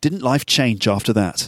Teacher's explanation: So downward intonation, because it's really a rhetorical question.